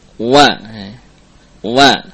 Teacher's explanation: pengucapan waw yang bukan dengan dua bibir tapi mengkombinasikan antara bibir bawah dengan gigi seri